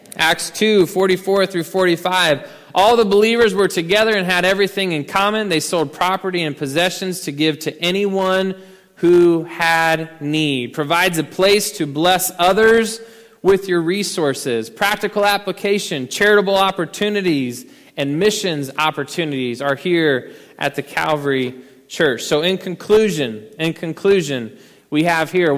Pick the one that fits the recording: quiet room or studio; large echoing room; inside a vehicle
large echoing room